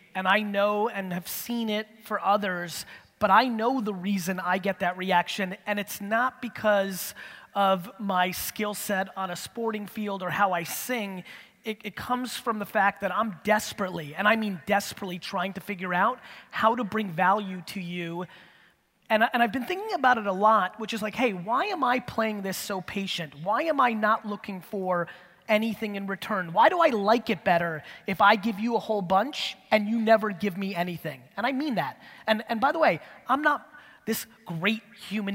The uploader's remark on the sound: A Keynote: Real Talk Summit, Vancouver 2017